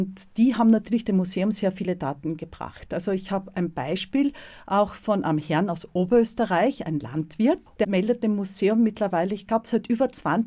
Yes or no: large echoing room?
no